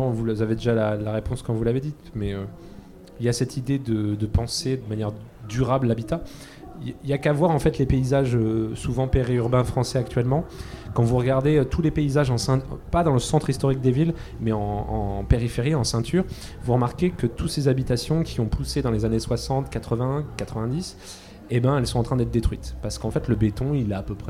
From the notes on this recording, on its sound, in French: Les 10 et 11 mai 2023, Delta Fm est allée au Nouveau Festival à Cenon (33) pour donner la parole aux lycéens porteurs de projets, venus présenter leur travail.